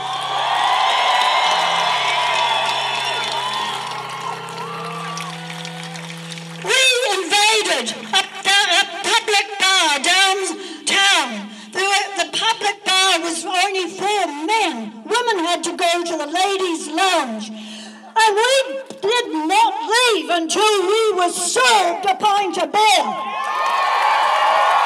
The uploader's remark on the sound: at the “Rally for Trans Acceptance and Reproductive Rights” in Wellington, New Zealand on 25 March 2023